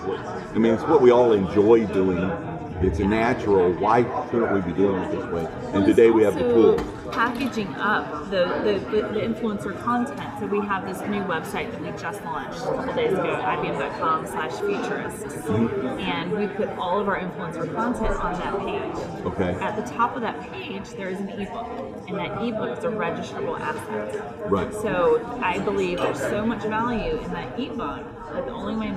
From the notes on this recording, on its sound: live at IBM InterConnect